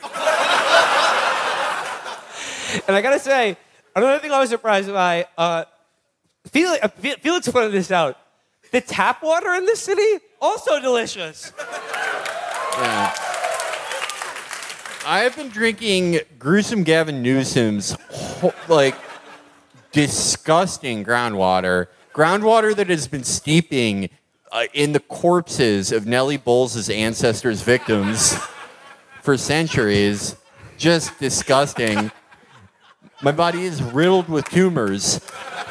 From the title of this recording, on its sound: Live from Montreal